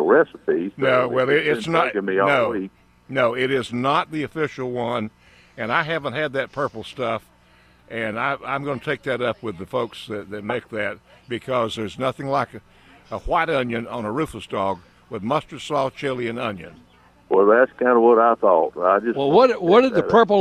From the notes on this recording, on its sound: broadcasting live from Campbell Road Nursery.